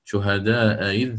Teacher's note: الأولى تكون مفتوحة محققة والثانية مسهلة بينها وبين الياء تمام بين الهمزة والياء شهداء إذ حضر.